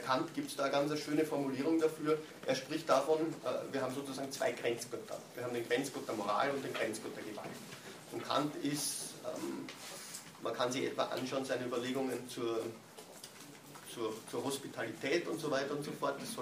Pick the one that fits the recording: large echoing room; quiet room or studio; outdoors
large echoing room